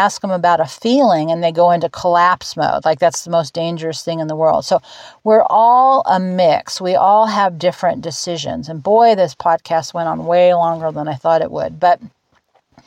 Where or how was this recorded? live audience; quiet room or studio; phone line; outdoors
outdoors